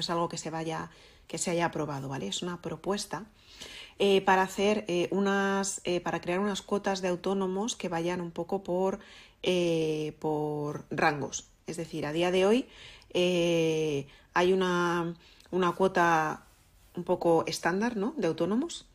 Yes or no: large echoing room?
no